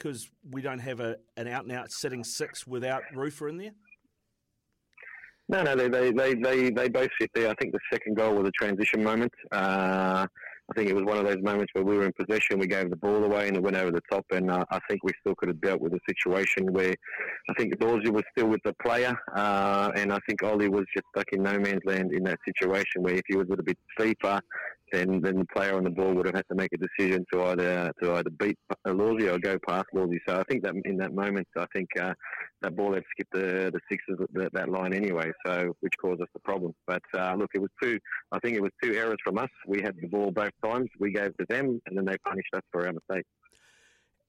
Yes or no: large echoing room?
no